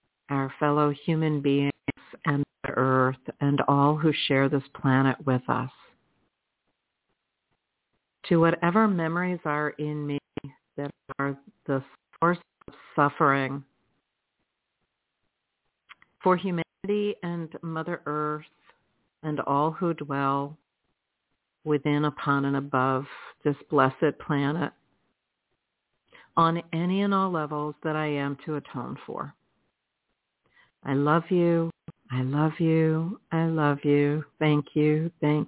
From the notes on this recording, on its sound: in response to callers' questions